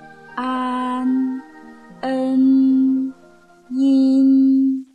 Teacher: 一定是用舌前部去抵住上齿龈，然后封闭口腔的通路 · Term: 前鼻韵母